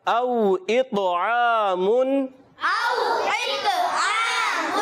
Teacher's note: گا، او اطعام، او اطعام، او حرف لین ہے، واو لین، واو ساکن سے پہلے زبر آ گیا، واو لین بن گیا، نرمی سے ادا کریں گے · یعنی اس میں تسہیل نہ ہو جائے، نرم نہ ہو جائے، اور طا کی ادائیگی حرف مستعلیہ یعنی موٹے حروف میں سے اور ایکسٹرا موٹے میں سے، یعنی بہت زیادہ موٹا کریں گے